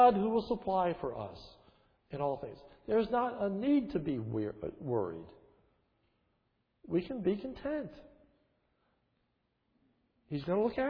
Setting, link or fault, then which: setting, large echoing room